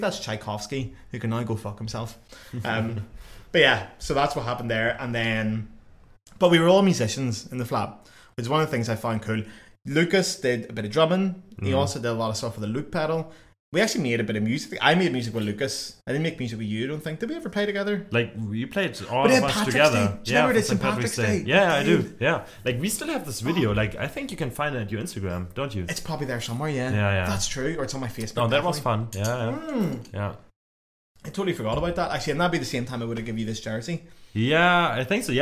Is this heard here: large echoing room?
no